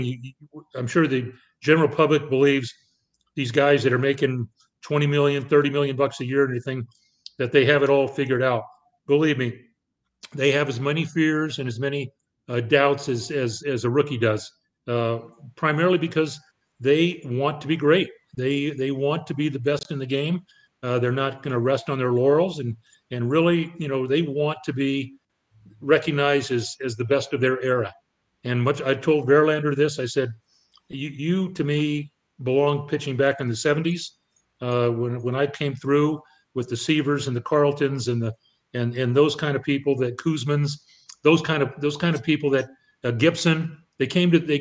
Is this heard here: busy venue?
no